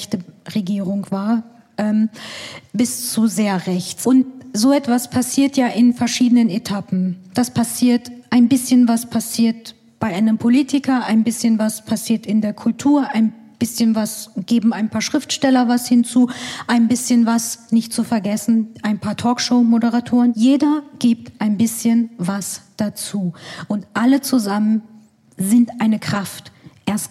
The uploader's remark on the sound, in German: (Live aus Hannover). Bei einem Live-Podcast im Rahmen des Universen Festivals im Staatstheater Hannover aufgezeichnet wurde. Ein besonderer Dank geht an das Schauspiel Hannover, das Trauer & Turnschuh im Rahmen der UNIVERSEN für die Live-Folge eingeladen hat.